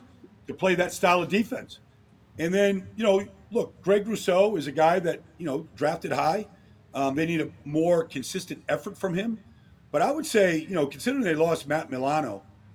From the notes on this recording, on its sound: Coming to you LIVE from the DNVR Bar.